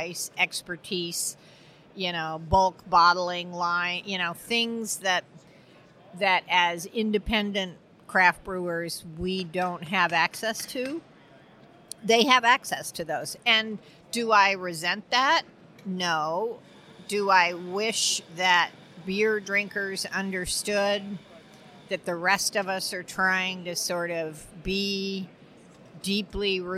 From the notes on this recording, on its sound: In this special Brews News Live, recorded at BrewCon 2018